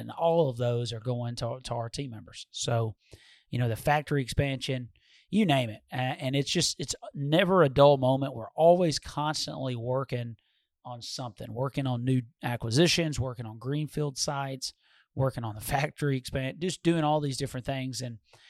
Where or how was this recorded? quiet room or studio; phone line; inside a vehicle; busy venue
quiet room or studio